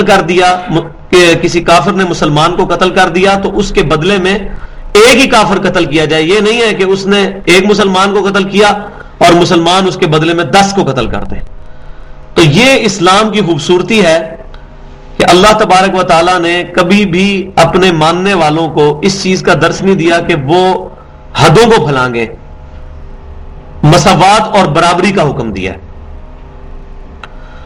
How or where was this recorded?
large echoing room